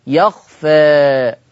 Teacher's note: أميل بالألف شوية أقللها أنتحي بها شوية · Term: التقليل